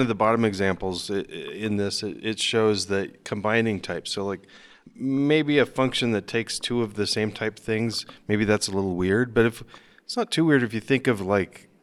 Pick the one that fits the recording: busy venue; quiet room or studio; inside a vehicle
busy venue